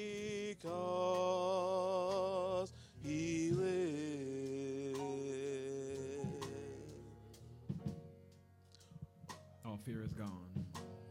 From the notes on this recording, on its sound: Broadcast Ministry of First Antioch Baptist Church